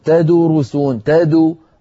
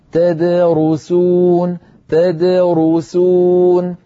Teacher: فالدال تد ساكنة مقلقلة والرو مضمومة · Shown in: second take